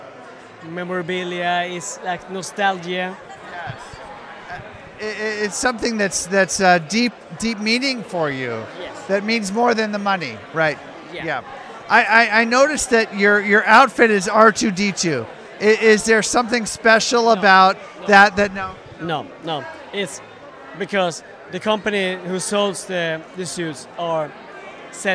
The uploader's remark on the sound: spent the evening in the bar at the lovely Anaheim Hilton following day one of STAR WARS CELEBRATION 2022 interviewing Star Wars fans from around the world